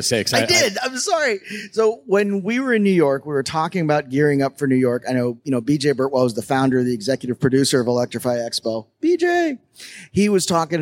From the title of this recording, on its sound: (LIVE) Electrify Expo - Miami